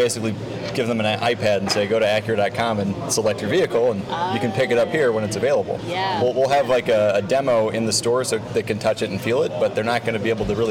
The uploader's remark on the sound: We recorded on-site at the NADA (National Automobile Dealers Association) convention in (rainy!) Las Vegas.